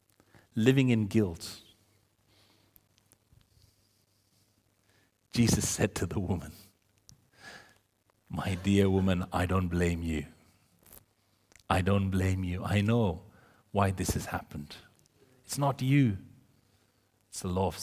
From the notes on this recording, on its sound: This sermon was recorded on Sunday 15th October 2023 at our Great Denham venue.